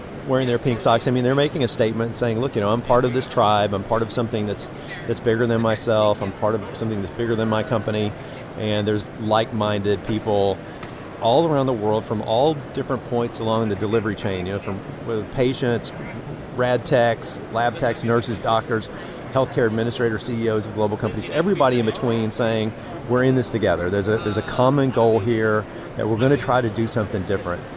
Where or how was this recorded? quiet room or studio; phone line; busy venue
busy venue